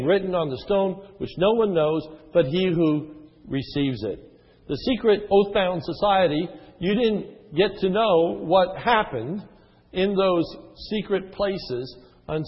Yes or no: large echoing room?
yes